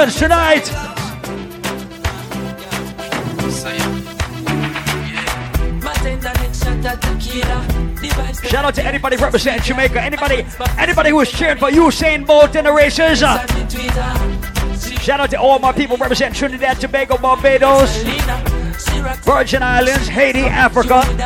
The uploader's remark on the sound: LIVE ON AUGUST 20TH AT ISLAND SATURDAYS IN PROVIDENCE, RI